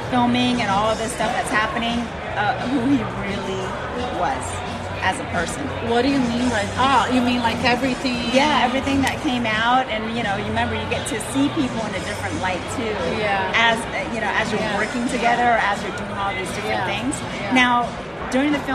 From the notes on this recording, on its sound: Super fun episode LIVE from the gorgeous Cosmopolitan Hotel Las Vegas.